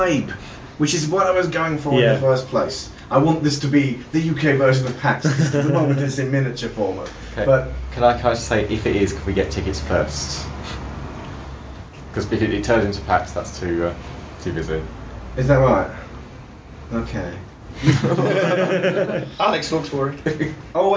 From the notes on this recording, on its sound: Gonzo Planet Expo 2012. This was live footage recorded at the first of four annual get-togethers we held for our community.